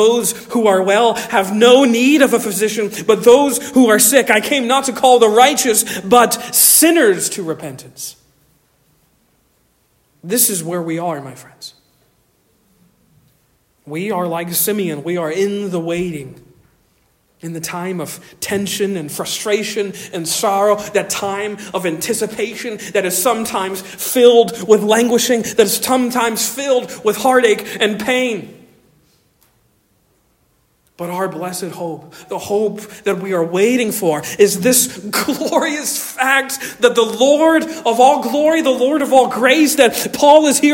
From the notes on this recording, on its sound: Originally delivered on 10 December 2023 at Stonington Baptist Church, Paxinos, PA